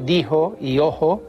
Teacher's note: aspiran también el antiguo sonido palatal fricativo She.